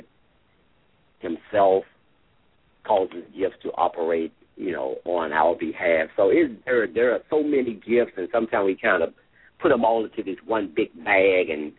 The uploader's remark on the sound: LML uses a progressive live call in format.